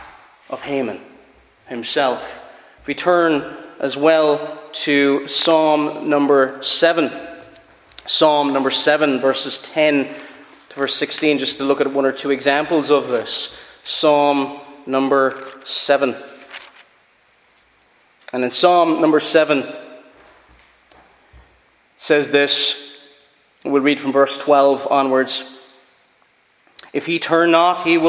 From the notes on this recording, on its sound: Preached at Ballyclare - Doagh Free Church